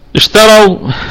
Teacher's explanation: فيه الهمس وفيه الرخاوة وفيه التفشي. طبعا هذه الصفات الواضحة فيه، يعني لن أتكلم في كل الصفات، لكن هذه الصفات التي ستكون واضحة حال سكونه، تمام.